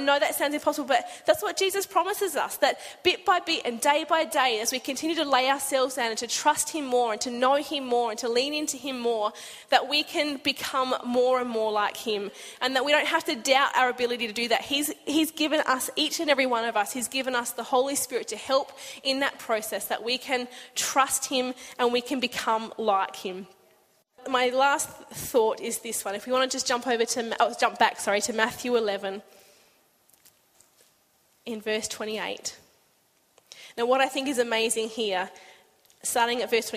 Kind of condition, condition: setting, large echoing room